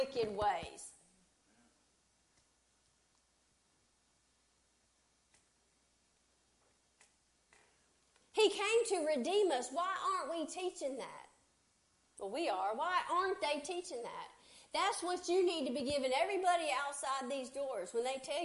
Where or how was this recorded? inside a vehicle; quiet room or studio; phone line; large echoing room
large echoing room